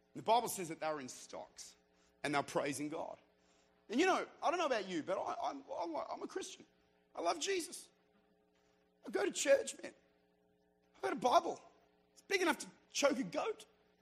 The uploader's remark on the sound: Recorded at Redeemer Church during their annual Encounter Conference in Utica, New York